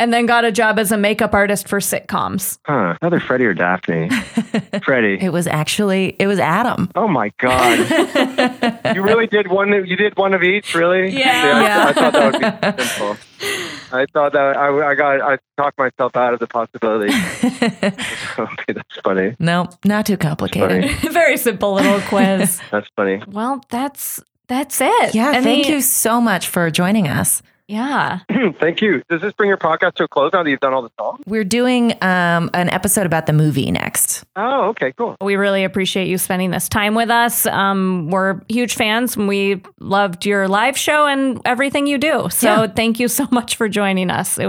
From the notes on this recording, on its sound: via the world's shoddiest phone connection.